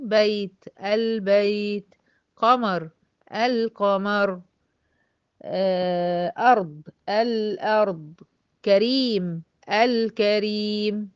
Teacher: كل اللامات بتاعت القمرية دي كلها منطوقة